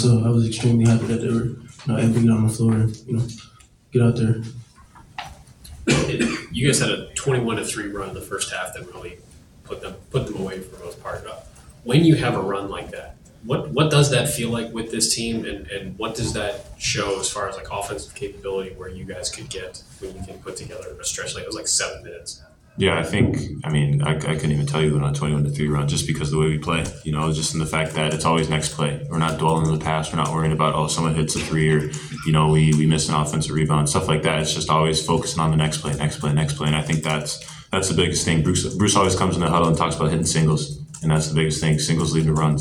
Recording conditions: busy venue